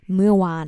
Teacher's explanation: mua with falling tone and wan flat tone, long sound